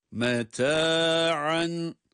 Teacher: Meta'en, burada meta'en kelimesinde ayn harfine dikkat ediyoruz. Ayn boğazın ortasından çıkacak şekilde.